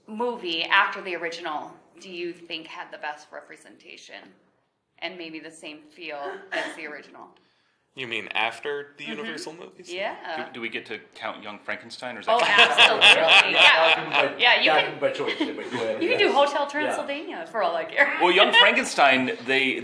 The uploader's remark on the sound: Live at Convergence 2023